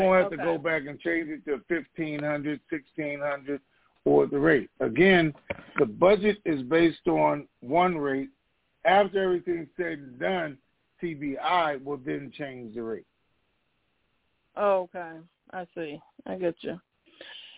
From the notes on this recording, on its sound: Conference Call